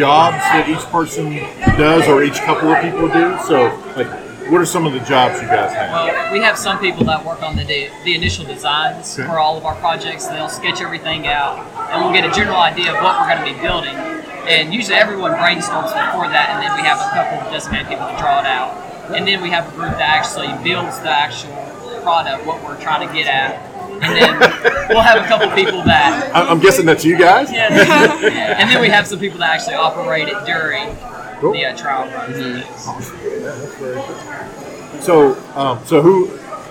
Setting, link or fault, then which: setting, busy venue